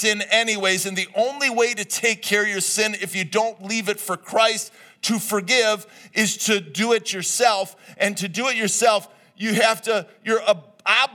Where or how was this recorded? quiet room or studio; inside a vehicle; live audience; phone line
live audience